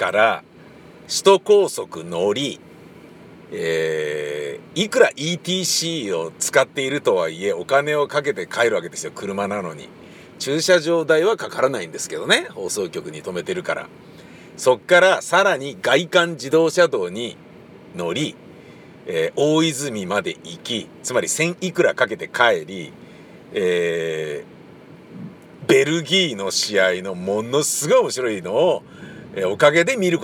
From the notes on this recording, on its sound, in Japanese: またまた車の中で録音して見ました